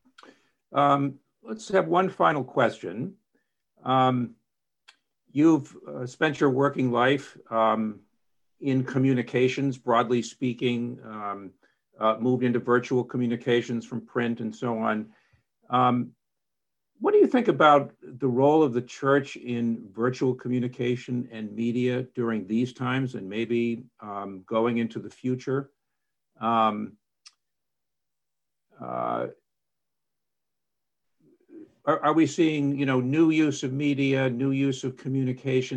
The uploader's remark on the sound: This event was presented as a live webinar November 14, 2020